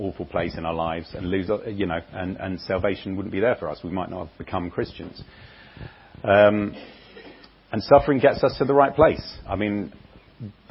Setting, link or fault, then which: setting, large echoing room